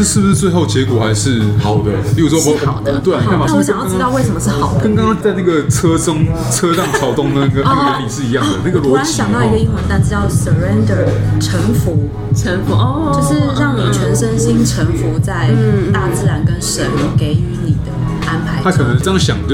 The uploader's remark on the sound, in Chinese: 本集白噪音指數：北風級 4/5。錄音地點： V&O Bar Kitchen。